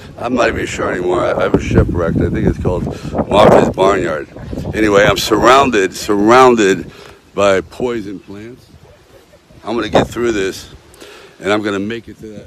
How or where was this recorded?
outdoors